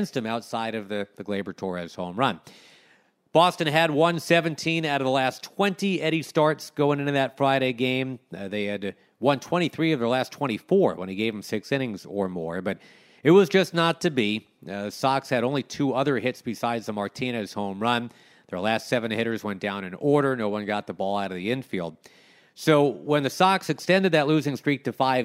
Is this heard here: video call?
no